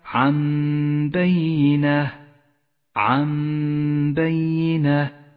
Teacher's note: بعد ذلك حكم الإقلاب، اقرأه عند قوله تعالى عن بينه عن بينه، جاءت النون الساكنة وبعدها حرف الباء، فالحكم إقلاب، نقلب النون الساكنة إلى ميم